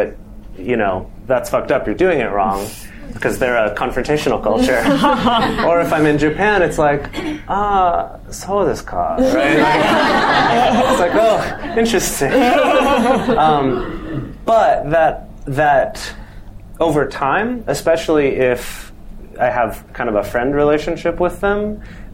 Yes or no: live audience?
yes